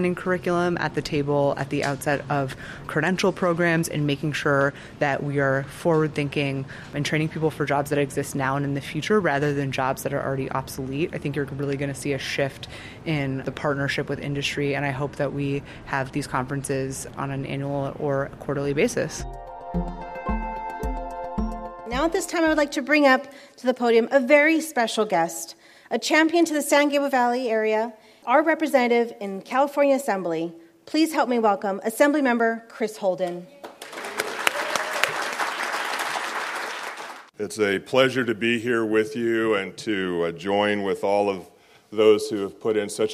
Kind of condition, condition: setting, live audience